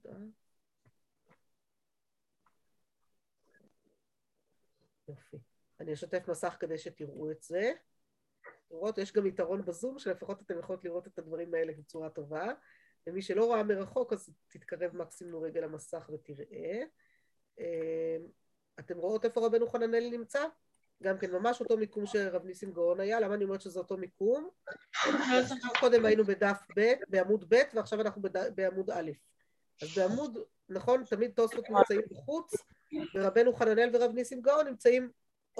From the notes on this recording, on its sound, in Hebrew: שהועבר והוקלט בזום עם תלמידות מדרשת שחרי.